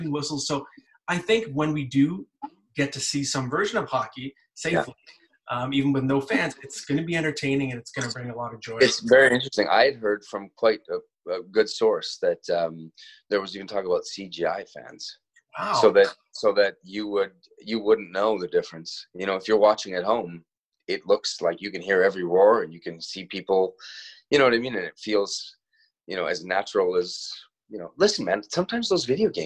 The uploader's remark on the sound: Joins the Zoom version of the podcast.